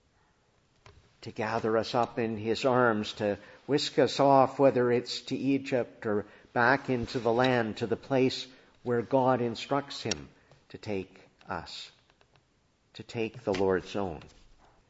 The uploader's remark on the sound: Preached in the Annunciation of the Blessed Virgin Mary, Ottawa